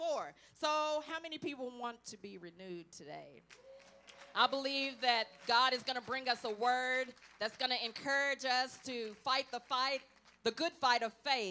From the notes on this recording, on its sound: at Redeeming Grace Church of God for their BOND event.